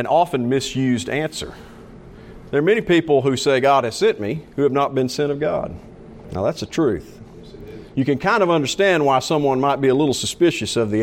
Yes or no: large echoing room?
yes